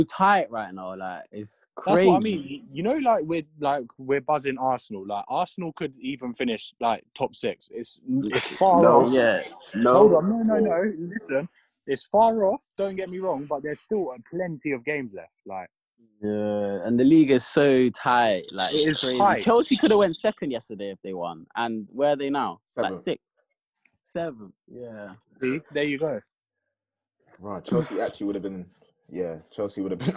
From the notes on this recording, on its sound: Today I got together with some of my friends. AUDIO WAS RECORDED OVER ZOOM, PLEASE EXCUSE ANY AUDIO HITCHES.